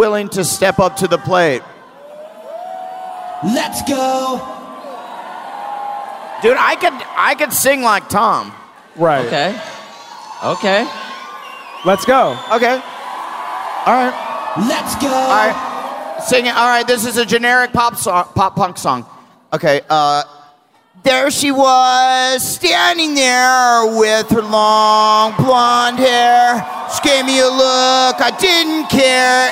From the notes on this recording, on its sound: Live From Long Beach!